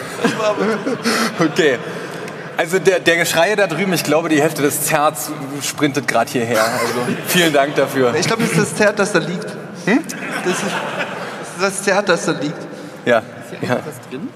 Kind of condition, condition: setting, live audience